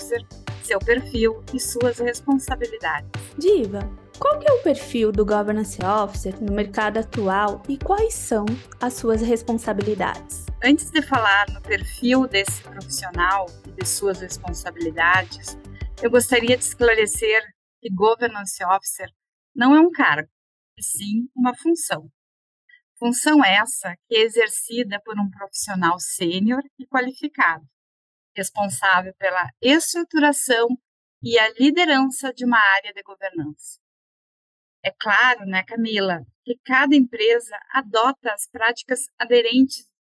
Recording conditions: video call